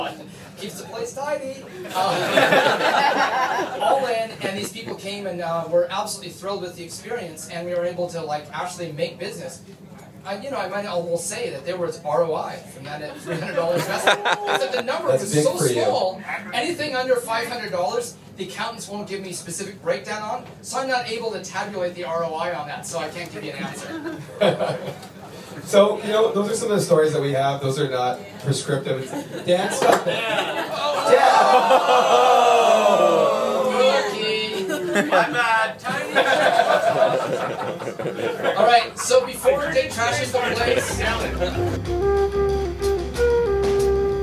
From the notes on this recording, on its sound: Keynote Aboard a Boat. On a private yacht with special access to the Victoria naval base. Jointly delivered a keynote speech for Experience Tectoria, an event designed to highlight Victoria’s tech sector. A lively crowd who actively participated in the stories with heckles and laughs.